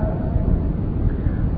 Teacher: ويخلد فيه مهانا بإشباع الهاء، وقد وقعت بين ساكن ومتحرك